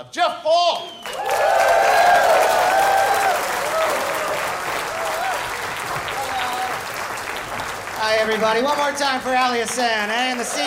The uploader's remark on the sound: Live from the inaugural Big Sound Comedy Festival in Parry Sound!